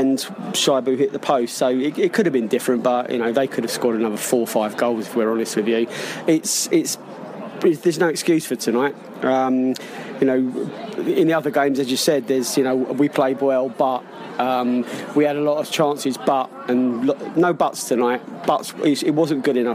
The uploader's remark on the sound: Bolton pre-match podcast from the pub.